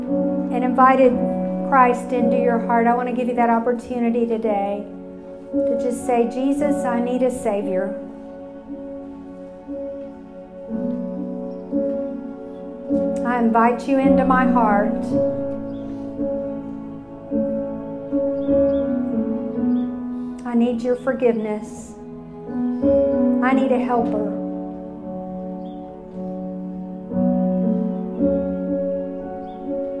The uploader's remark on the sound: It was recorded live at the Women of the Canyon Spring luncheon that 200 women attended.